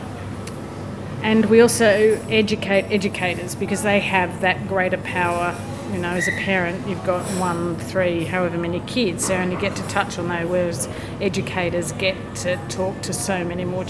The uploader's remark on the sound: We recorded in the pub - surely the best way to spend an afternoon recording a podcast - so occasionally the sound quality dips.